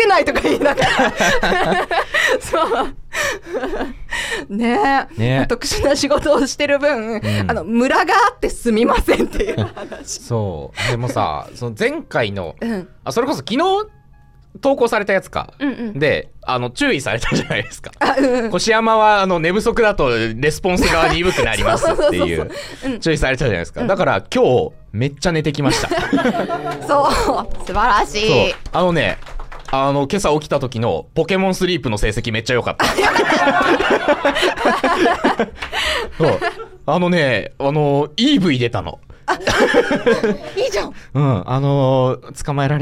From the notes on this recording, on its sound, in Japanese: 公開収録。視聴者の方と一緒にこれまでのゆる書道学ラジオを振りかえります。